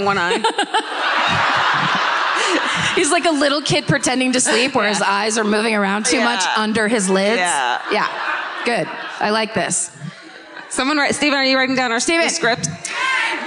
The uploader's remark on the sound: Live at the Boulder Theater. Comes to you live from the Boulder Theater.